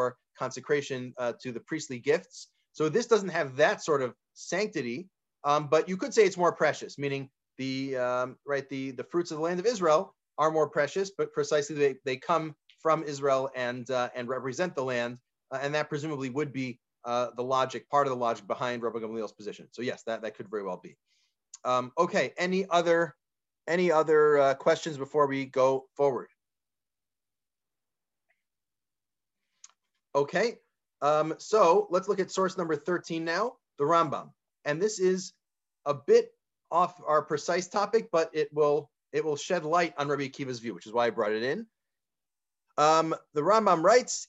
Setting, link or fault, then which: link, video call